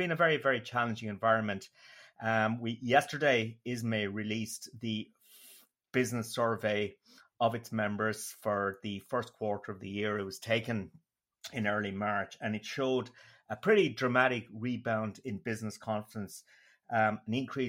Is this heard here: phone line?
no